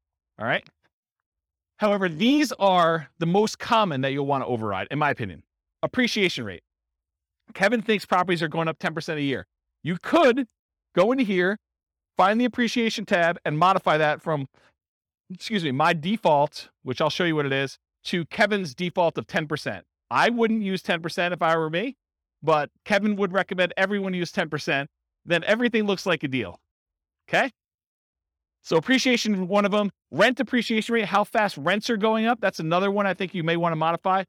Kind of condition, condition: setting, live audience